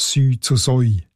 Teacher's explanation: bevor in der Alltagssprache «Sü» zu «Säu» diphthongiert worden ist